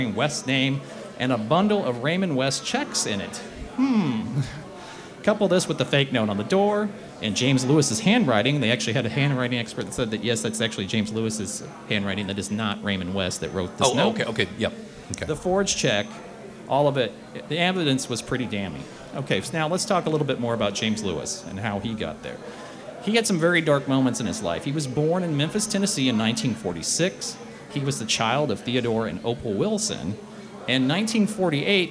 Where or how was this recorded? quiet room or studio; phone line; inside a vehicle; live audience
live audience